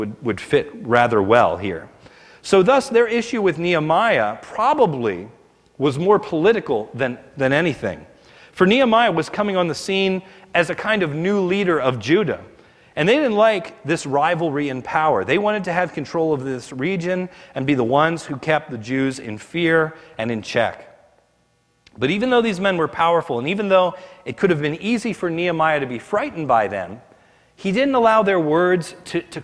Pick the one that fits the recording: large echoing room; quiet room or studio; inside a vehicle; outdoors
large echoing room